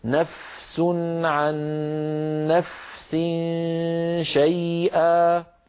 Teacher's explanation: نفس عن نفس، تجد بأن السين طغى صوته على صوت الفاء، فلا بد أن نعطي الفاء حقها من الرخاوة، والرخاوة جريان الصوت في زمن